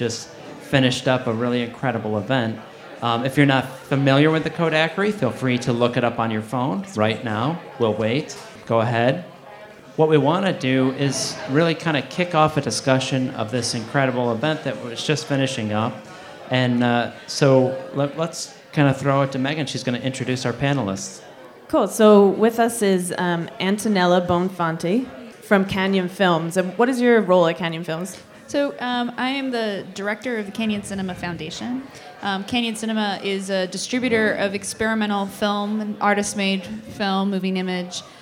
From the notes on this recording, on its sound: AMIA Projection Workshop at the Alamo Draft House in Austin, TX. Sat down for the first podcast recorded in front of a live audience.